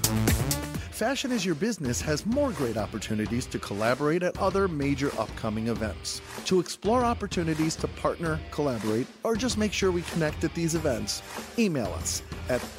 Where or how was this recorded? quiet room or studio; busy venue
busy venue